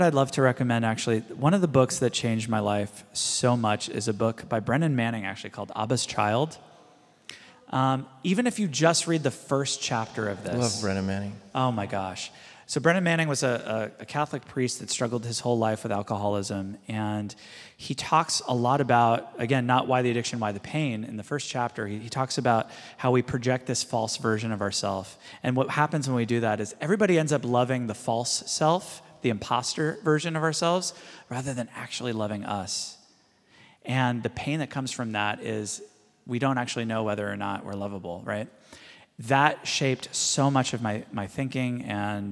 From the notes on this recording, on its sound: This is a live recording of our House of Learning